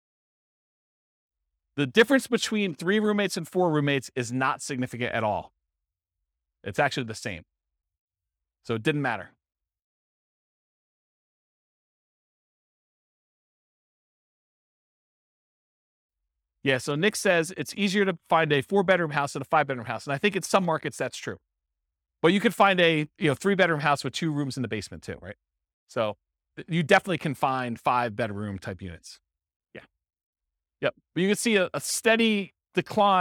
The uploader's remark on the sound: This was a live class recorded.